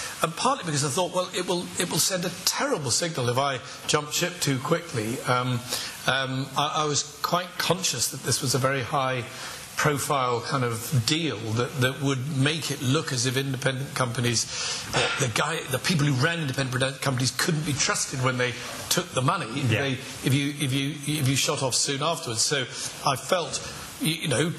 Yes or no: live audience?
yes